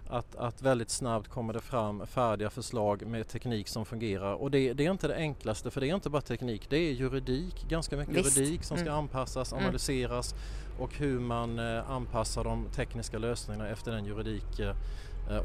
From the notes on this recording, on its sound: Under Almedalsveckan kommer Omsorgspodden släppa en serie kortare avsnitt som spelas in live i Visby.